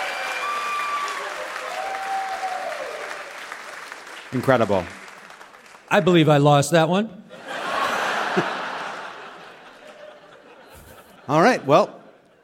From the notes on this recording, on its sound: Live from Madison! Brings the dairy sweats to the beautiful Barrymore Theatre in Madison, Wisconsin!